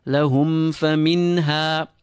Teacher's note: Mim with a sukoon followed by a fa. Be careful not to leave the meme incomplete. Feel your lips meeting completely, but do not pull the meme.